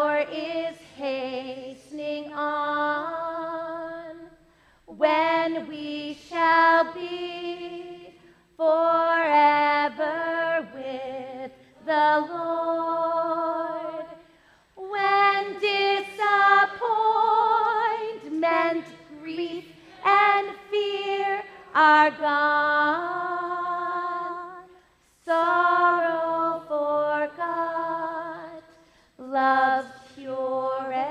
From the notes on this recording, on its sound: This podcast episode was recorded live at First Baptist Church in Reading, Massachusetts.